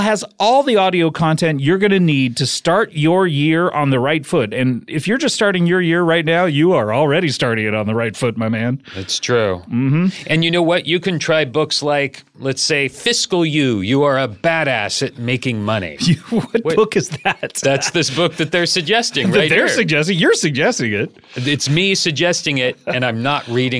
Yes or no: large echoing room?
no